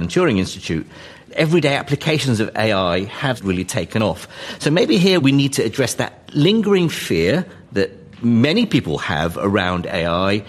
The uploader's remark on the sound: Recorded in front of an audience at London's Royal Institution (RI).